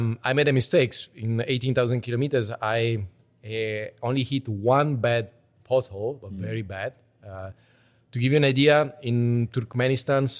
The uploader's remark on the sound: recorded over a 6-hour drinking and pizza session at the Awehwolf Bar in the Just Like Papa store